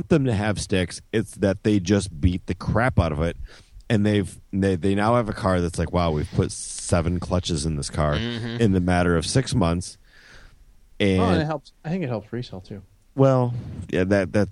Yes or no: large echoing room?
no